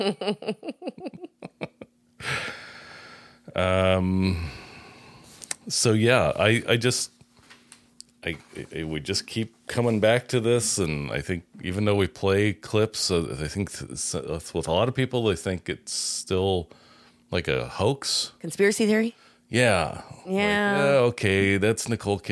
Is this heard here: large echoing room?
no